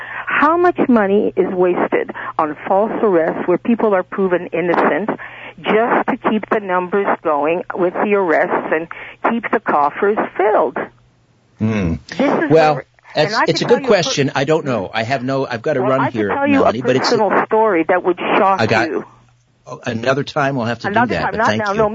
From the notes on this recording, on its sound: It's an hour of open phones